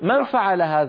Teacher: فينتقل من الميم إلى الفاء مباشرة، لكنه لا يطيل الغنة. إطالة الغنة من خصائص النص القرآني.